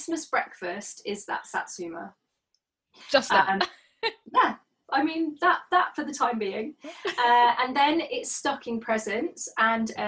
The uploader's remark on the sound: This episode was recorded remotely over Zoom. This series was recorded remotely during the second lockdown.